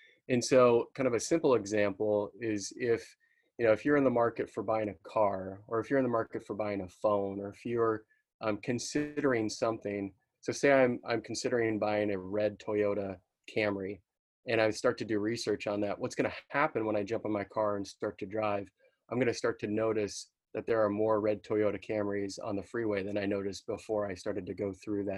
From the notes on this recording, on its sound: Webinar was recorded on April 30, 2020.